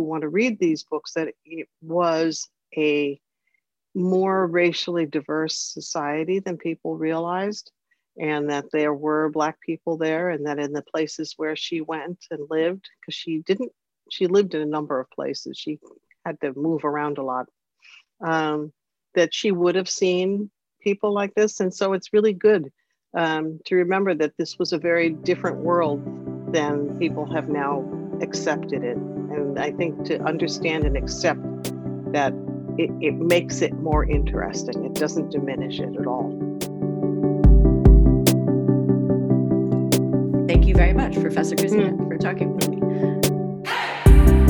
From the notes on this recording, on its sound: by Zoom, for today’s Austen Connection podcast